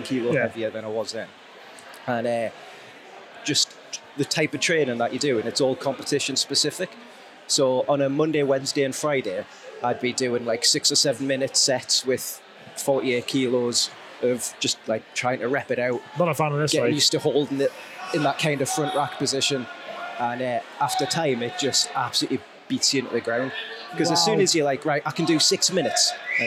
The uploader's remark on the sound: This week's episode comes from the wonderful and exciting in-house competition held every year at the award winning Crossfit Northumbria. Letting the YHHS record an episode live during the hustle and flurry of the North East premiere crossfit athletes.